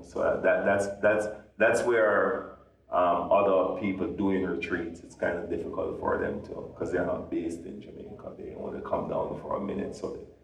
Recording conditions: echo